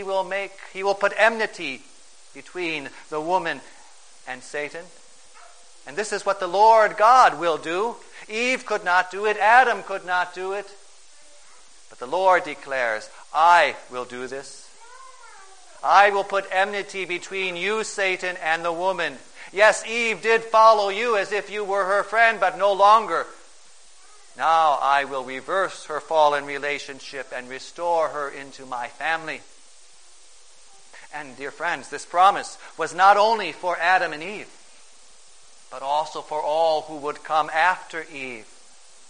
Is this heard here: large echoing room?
yes